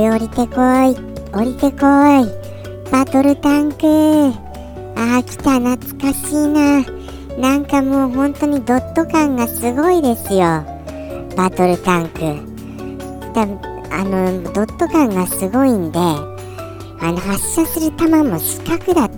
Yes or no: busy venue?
no